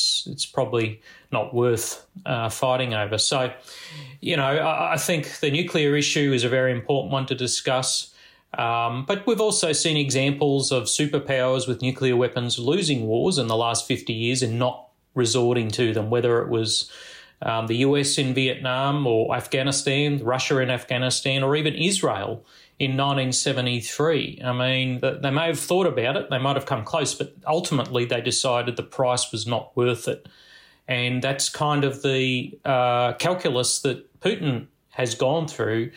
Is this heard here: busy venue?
no